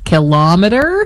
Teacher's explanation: Second syllable stress, kilometer. This style is very common in everyday Canadian speech for some reason